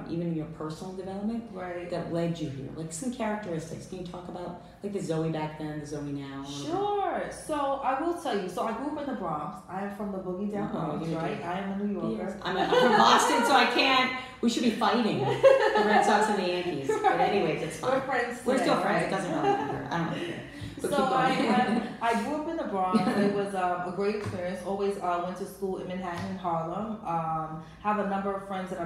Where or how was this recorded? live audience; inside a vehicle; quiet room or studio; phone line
live audience